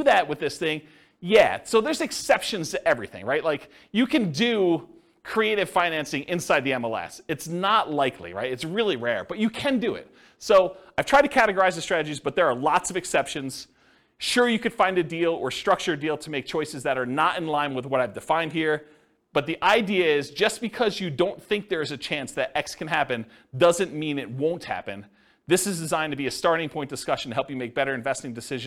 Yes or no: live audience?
yes